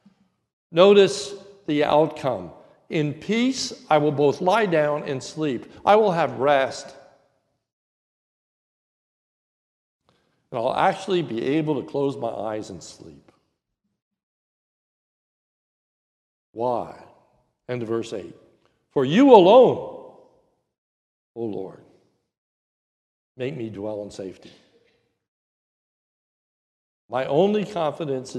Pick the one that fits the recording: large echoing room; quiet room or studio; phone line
large echoing room